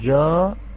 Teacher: فخمنا بالحرف الأول وحركته ففخم حرف الألف · Term: تفخيم